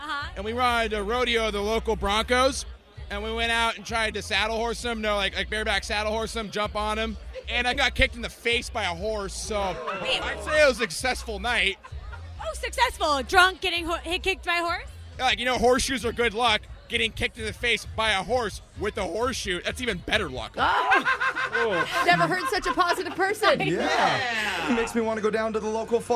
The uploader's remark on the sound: One of the biggest parties of the year happened over the weekend...Oktoberfest! With schnitzel in one hand and a mic in the other to ask people a simple question.